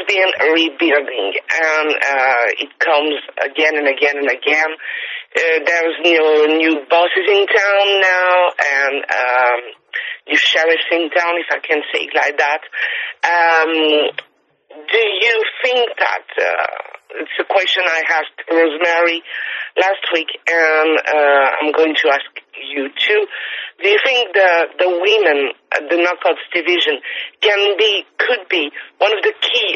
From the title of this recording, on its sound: IMPACT Wrestling Teleconference